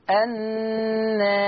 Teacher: فيترتب على تقليل الألف ترقيق الراء في الوقف النار، ما فخمش الراء وأنا بقلل الألف.